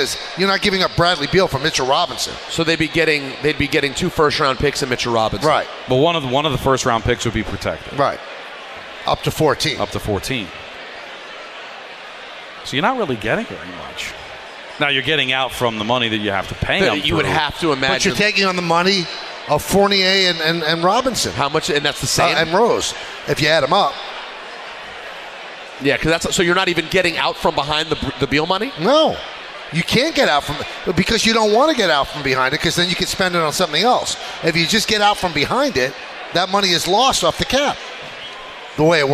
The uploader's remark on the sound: live from K Korner Bar in Citi Field